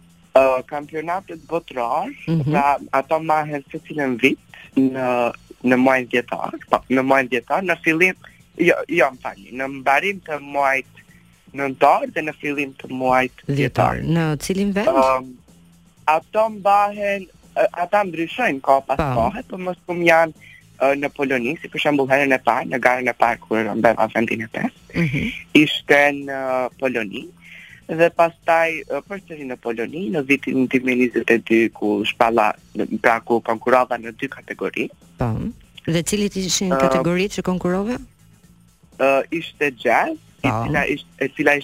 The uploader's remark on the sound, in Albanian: I ftuar në një lidhje telefonike në emisionin Live From Tirana.